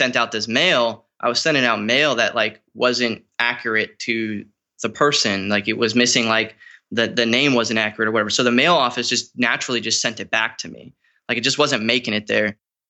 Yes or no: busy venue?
no